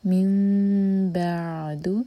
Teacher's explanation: नून मीम में change हो रहा है, इक़लाब, दो सेकेंड्स का टाइम देंगे, मीम को होल्ड करेंगे